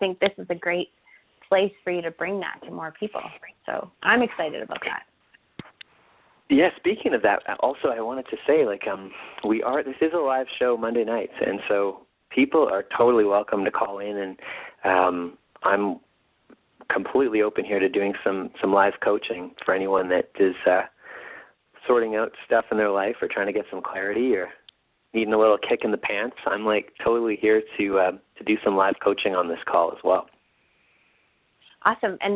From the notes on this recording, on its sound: call in radio show